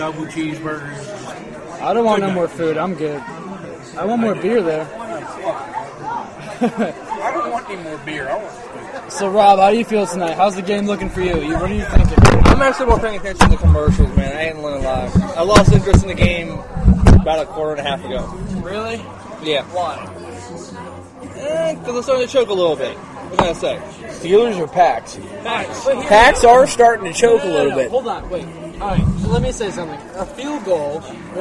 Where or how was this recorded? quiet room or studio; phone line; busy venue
busy venue